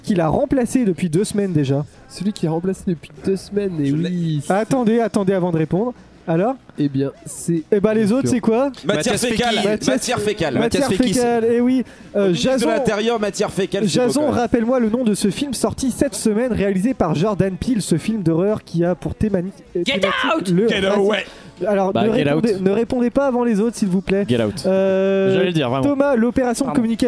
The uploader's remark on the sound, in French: Gros bordel en live. Enregistré en live. Lors du marathon #ComptoirLive.